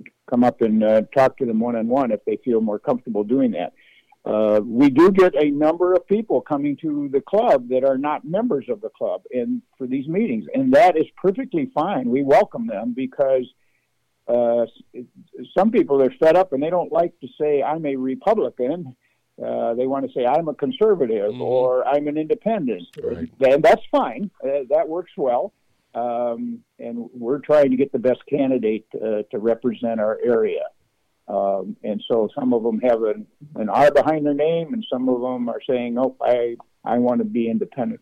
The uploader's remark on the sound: called